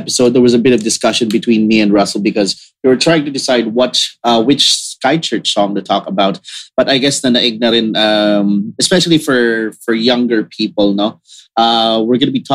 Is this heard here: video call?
yes